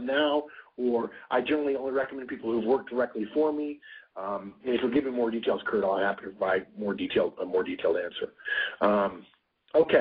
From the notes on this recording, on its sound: November 2010 Conference Call